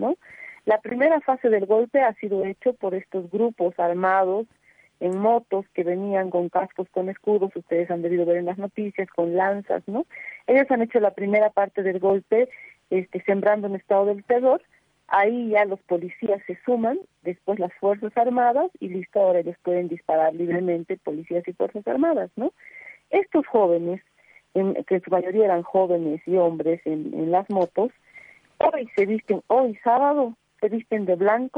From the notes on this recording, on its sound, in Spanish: Estuvimos en vivo en contacto telefónico con.